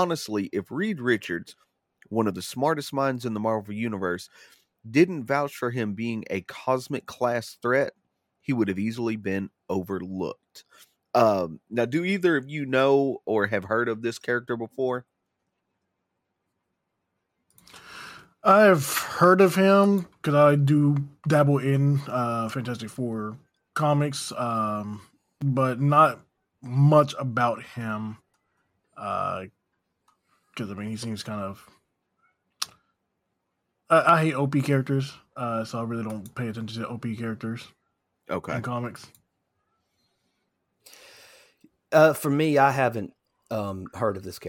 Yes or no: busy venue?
no